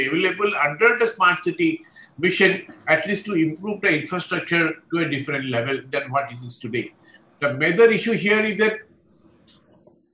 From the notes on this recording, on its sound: A La Trobe Asia event as part of the Australia India Institute’s 'India Week'. Recorded live via zoom.